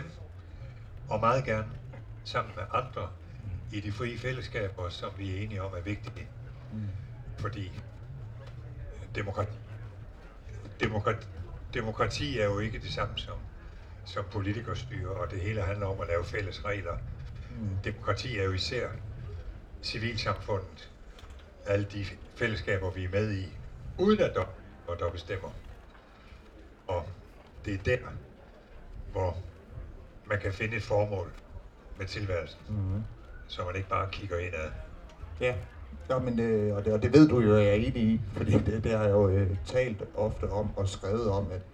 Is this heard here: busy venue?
yes